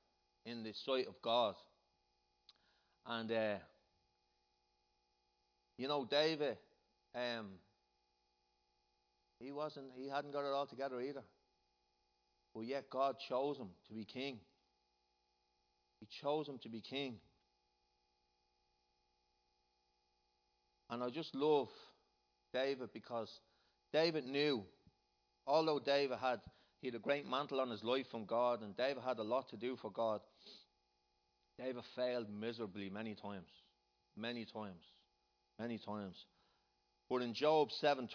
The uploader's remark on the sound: Recorded live in Liberty Church on 23rd June 2019